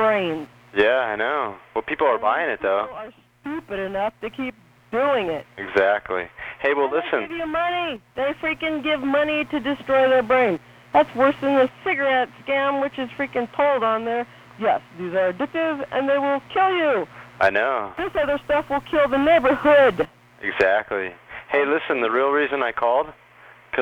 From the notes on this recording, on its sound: Prank Phone Calls